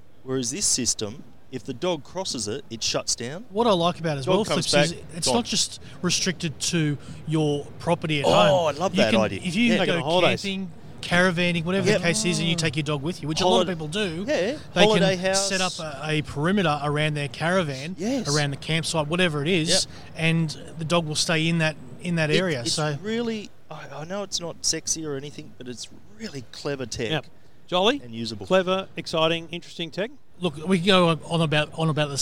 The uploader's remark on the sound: live from CES